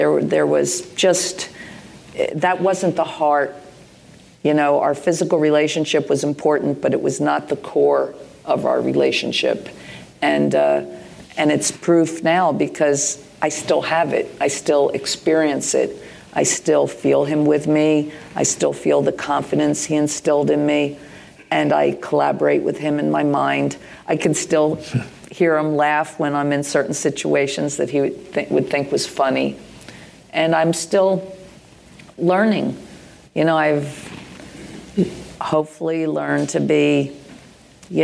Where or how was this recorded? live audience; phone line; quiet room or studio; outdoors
live audience